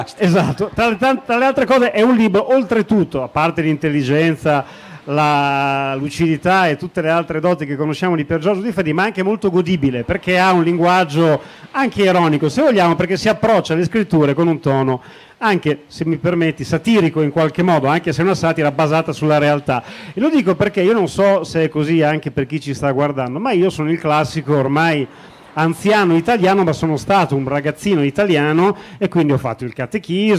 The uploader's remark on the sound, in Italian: Intervento svoltosi al " Festival della Comunicazione ". Camogli, Terrazza della Comunicazione.